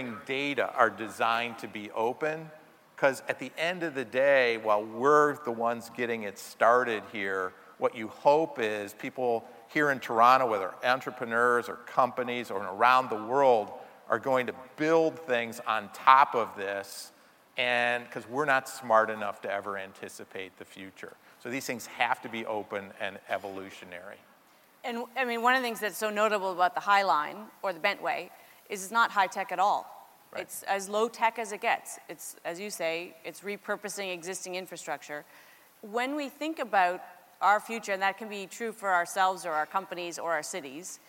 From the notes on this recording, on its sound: In #Toronto, at #The Elevate Technology Conference and captured his talk on stage.